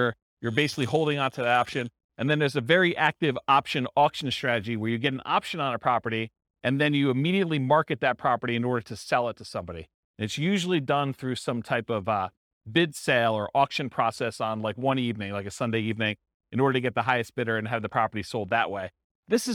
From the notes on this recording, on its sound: This was a live class recorded.